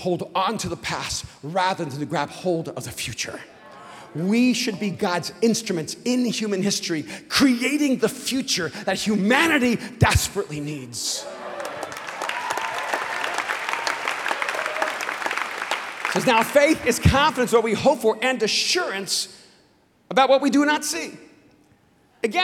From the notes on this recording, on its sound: speaks on TBN's Praise at Mosaic Conference